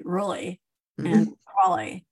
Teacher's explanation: a glottal L, which is a swallowed L